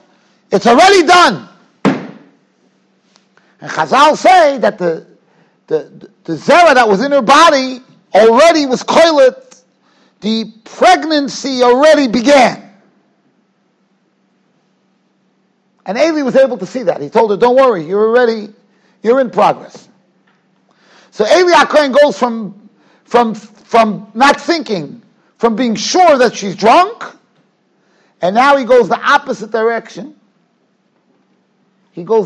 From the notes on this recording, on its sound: Shiur recorded in Yeshivas Ohr Reuven, Monsey, NY.